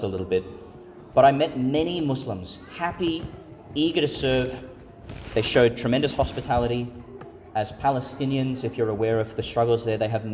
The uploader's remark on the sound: Homily for the Solemnity of the Nativity of Jesus Christ (Vigil) , delivered at St Patrick's Church, Calliope, Qld.